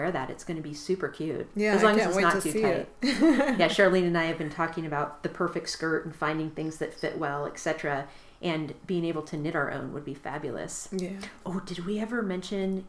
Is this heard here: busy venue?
no